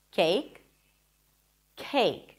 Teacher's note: it feels like there is a little H right after the k sound